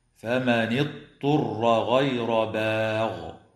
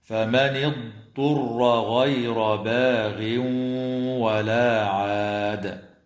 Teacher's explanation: قراءة كلمة اضطر بضاد ساكنة ليست مقلقلة وبعدها طاء مضمومة مخففة · Shown in: second take